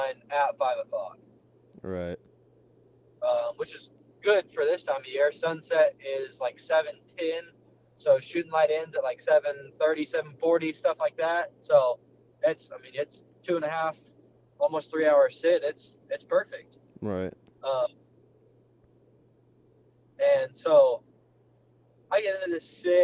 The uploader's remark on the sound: Is driving home from a memorable deer hunt.